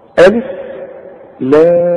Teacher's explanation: انت لاحظت ان انا مديت برضو اللام 6 حركات والميم 6 حركات · Term: الحروف المقطعة